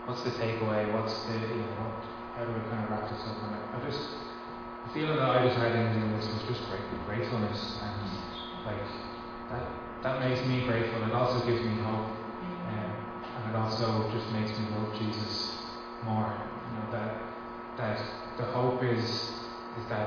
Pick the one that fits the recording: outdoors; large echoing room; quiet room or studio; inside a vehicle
large echoing room